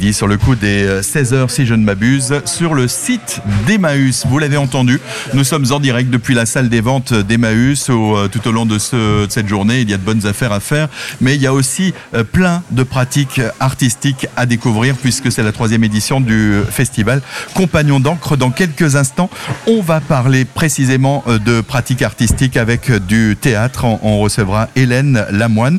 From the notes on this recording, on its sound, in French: Emission en direct depuis la salle des ventes de la communauté Emmaus de Scherwiller (Centre Alsace) à l'occasion du festival compagnns d'encre.